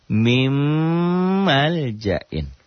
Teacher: Min mal jain dalam tulisan. Dalam bacaan, dalam bunyi, N-nya berubah jadi M toh. N-nya jadi double M. Jadi tidak ada N-nya lagi dalam bacaan. · Term: idgham bigunnah